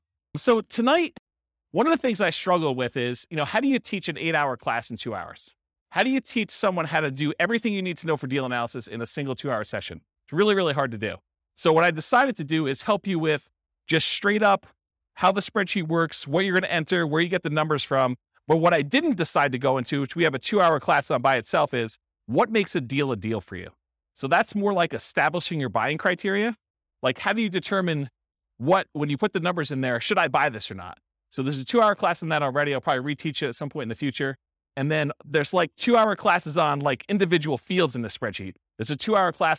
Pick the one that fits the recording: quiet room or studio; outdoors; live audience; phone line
live audience